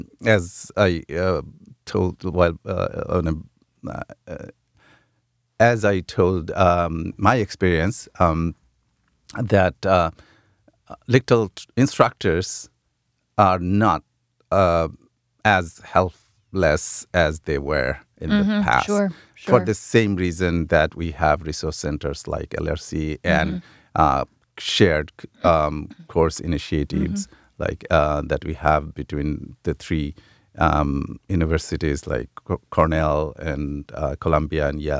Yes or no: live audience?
no